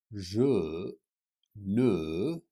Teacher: Ne, it's like a mix between an O and an E